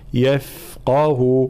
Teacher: في قوله تعالى يفقه قولي، الانتباه إلى حرف الفاء في صفة الرخاء وخاصة مع الترقيق، طبعا هنا يفقه تفخيم القاف وترقيق بقية الحروف، يفقه وإعطاء الرخاوة في حرف الفاء